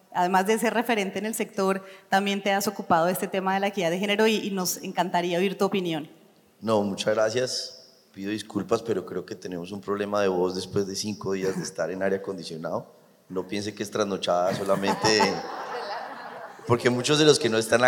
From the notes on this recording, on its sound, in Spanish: Este es un episodio grabado en vivo durante ANDICOM 2023 del panel "Sesgos de género en la era de la Inteligencia Artificial".